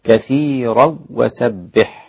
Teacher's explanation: أسقط الغنة خلف الإمام خلف